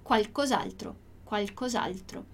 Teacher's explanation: A gente tem ali no qualcos'altro o apóstrofo depois do S, porque qualcosa termina com A e altro começa com A. Então, para não ter que dizer qualcosa altro, olha como demora muito mais eu repetir vogais, a gente corta para simplificar.